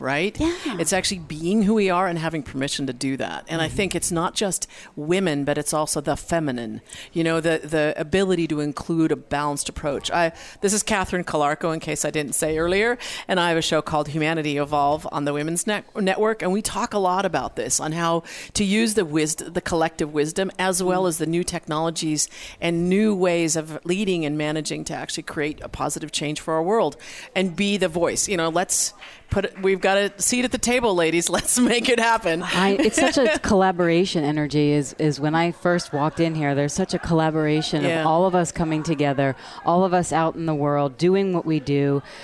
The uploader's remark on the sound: Join VoiceAmerica and Special guest Hosts as we Broadcast Live form the Largest Women's conference in the USA! We will be live for 2 days bringing you all the event action, keynote speakers and VoiceAmerica hosts.